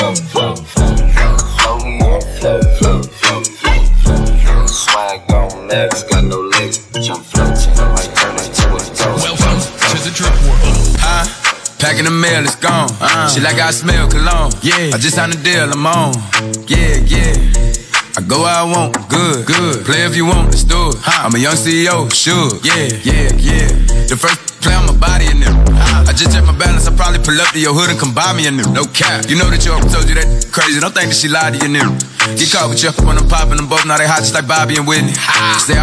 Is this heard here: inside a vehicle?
no